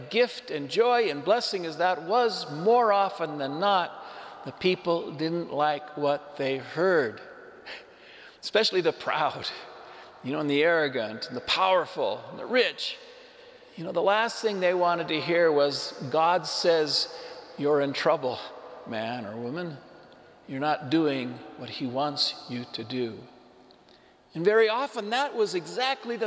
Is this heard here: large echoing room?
yes